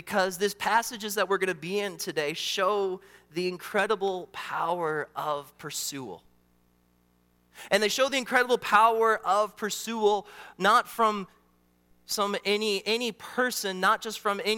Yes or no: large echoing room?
yes